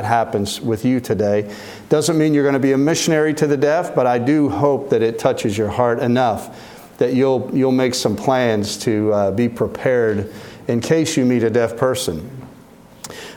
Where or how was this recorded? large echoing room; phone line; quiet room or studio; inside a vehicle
large echoing room